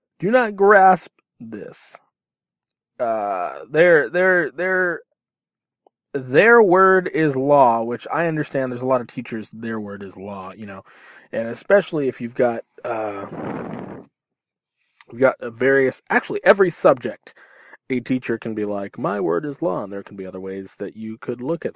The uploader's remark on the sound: From my car, to your ears.